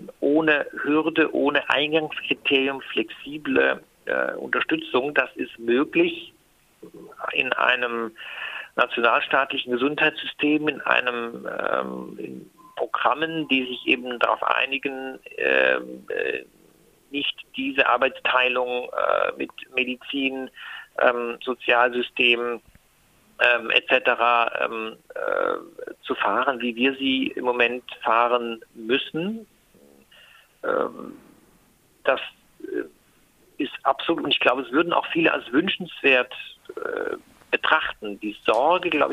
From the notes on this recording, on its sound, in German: Für die dürftige Tonqualität des Telefonates bitten wir um Verzeihung